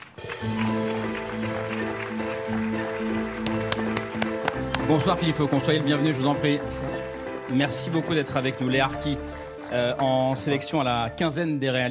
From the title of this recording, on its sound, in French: en direct du Festival de Cannes